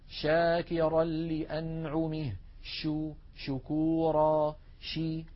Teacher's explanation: فهكذا نجد بأن الشين لا ينقفل المخرج عند النطق بها، بل يبقى مفتوحا يمر منه الصوت